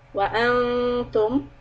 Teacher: وَلَا تَوَلَّوْا عَنْهُ وَأَنْتُمْ، نون إخفاء. Hold it, two harakat, make the sound come out of the nose.